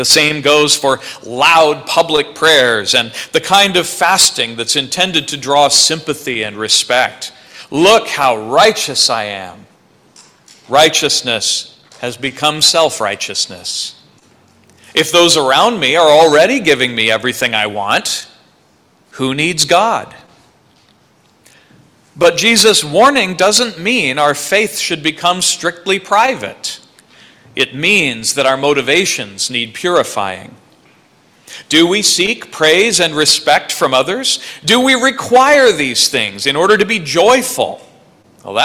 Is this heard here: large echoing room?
yes